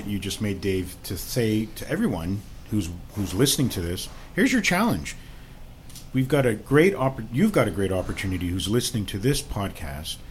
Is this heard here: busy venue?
yes